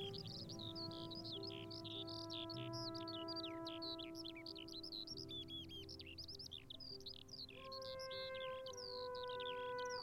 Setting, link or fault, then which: setting, outdoors